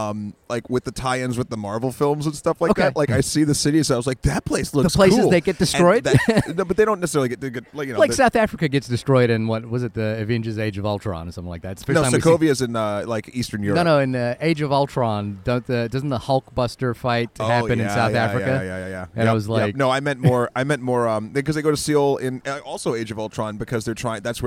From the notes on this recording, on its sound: Recorded in a cafe in Bilbao, Spain.